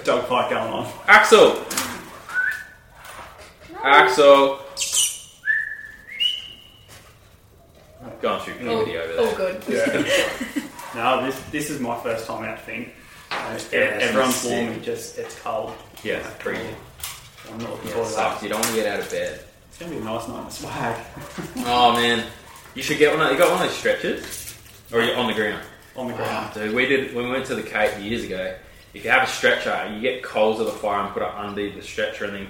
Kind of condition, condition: fault, poor sound quality